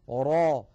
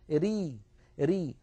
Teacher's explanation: الراء العربية إما أن تكون مفخمة را، وإما أن تكون مرققة ري ري